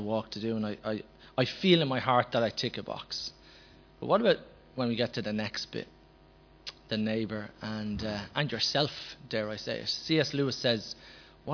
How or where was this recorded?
large echoing room